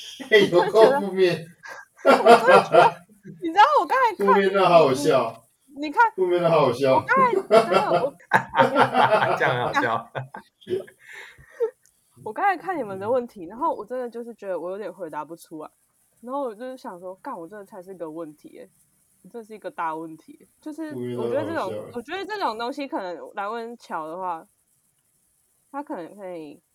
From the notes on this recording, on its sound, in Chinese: 一樣採用遠端錄音和極度拙劣的剪輯能力，還請大家多包容音質和音量上的問題